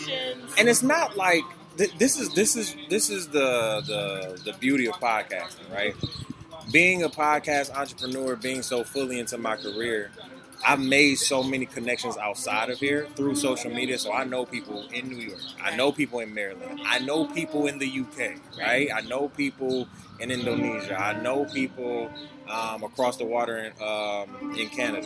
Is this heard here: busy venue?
yes